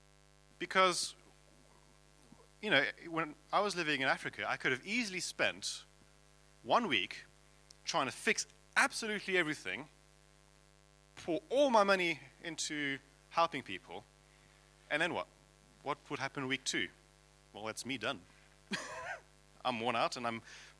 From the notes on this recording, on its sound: at King's Church, Cockermouth